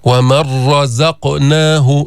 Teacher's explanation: نون الساكنة مع الراء، هل سمعت النون؟ ما في نون.